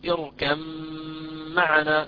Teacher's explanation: تقرأ في رواية حفص بإدغام الباء الساكنة هذه في الميم، فنقول اركب معنا، إذا هنا عندنا غنة مستطالة أيضا. وكذلك